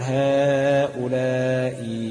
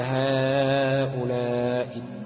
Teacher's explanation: الروم النطق بثلثي الحركة، يعني أنا عندي كسرة حنطق تلتين الكسرة بس · Shown in: second take